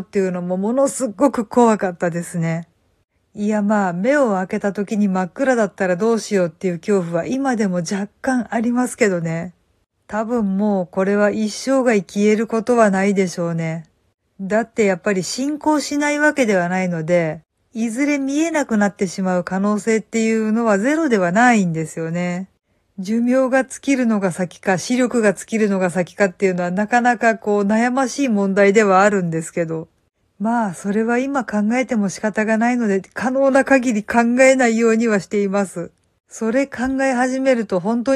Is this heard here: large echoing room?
no